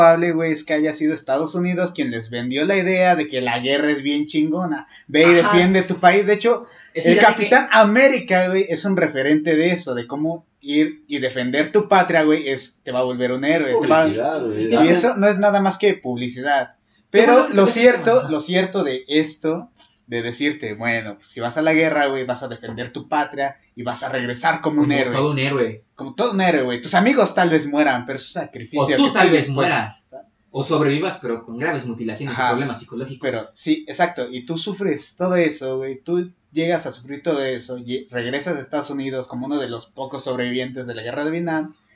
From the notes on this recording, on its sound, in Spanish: Esta mocho el capítulo :,c. Culpa de quien estuvo manejando la grabación.